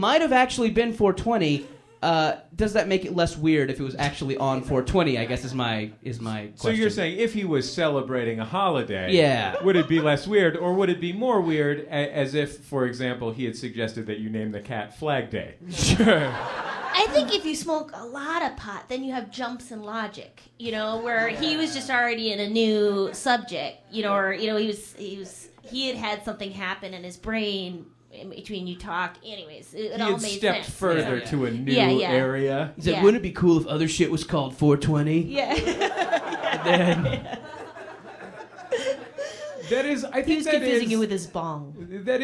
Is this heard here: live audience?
yes